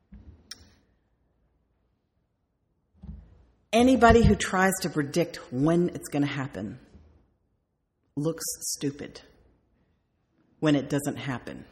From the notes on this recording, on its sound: sermon delivered on May 4th, 2008